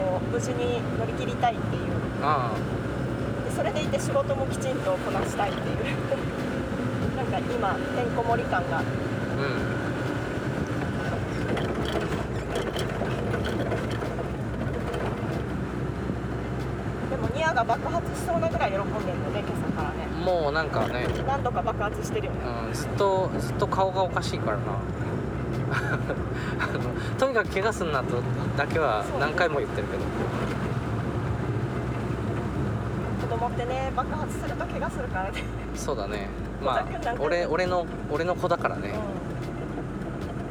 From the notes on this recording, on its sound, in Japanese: 軽トラでクリーンセンターへゴミ出しに向かう道すがらの収録。